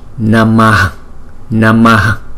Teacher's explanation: Chữ H có dấu nặng thì chúng ta lấy cái nguyên âm ngoài trước chúng ta tròn ra ngoài sau chúng ta đọc là Namaha Namaha. Có chữ H rất là nhẹ ngoài sau đó